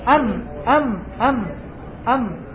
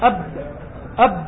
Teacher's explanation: ولهذا يقولون الميم من طراوة الشفتين، يعني الجزء الطري الذي في الداخل، والباء من جفاف الشفتين الجزء الذي في الخارج. وقالوا هذا متناسب مع حنو الأم ورقتها أن تكون من طراوة الشفتين.